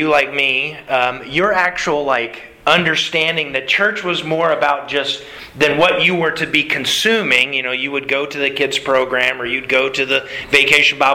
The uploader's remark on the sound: Sermon delivered to the Galena Bible Church Sunday September 5th, 2021.